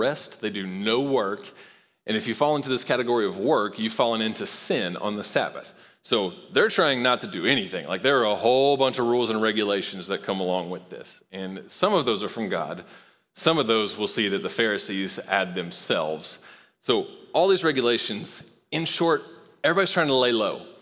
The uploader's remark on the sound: Recorded live at Long Hollow Church.